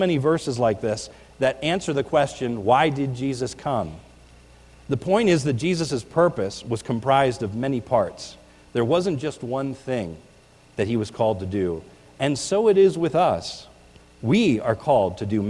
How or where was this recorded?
large echoing room